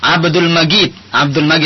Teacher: Kalau Mesir misalnya jim itu sering dibaca ghim. Jadi kalau kita bilang di sini misalnya Abdul Majid, tapi kalau orang Mesir Abdul Majid, seakan-akan seperti huruf ghin.